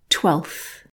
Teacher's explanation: I would normally get rid of that F sound and just go straight from the L to the TH.